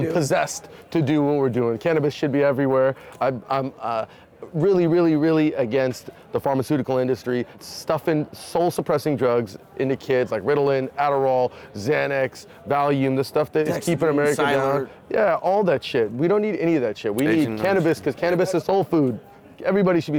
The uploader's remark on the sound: Live from New West Summit